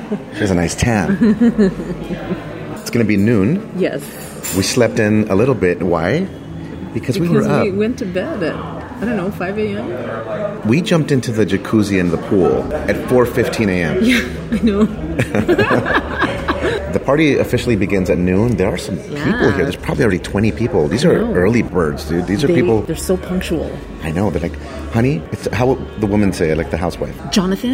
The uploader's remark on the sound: Imagine a sexy weekend escape with 800 other horny people. We recorded audio clips of us while at the party and we also give you some studio commentary.